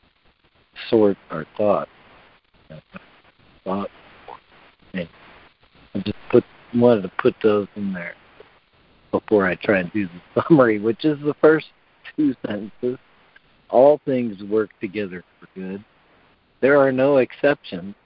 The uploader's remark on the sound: ACIM Daily Conference Call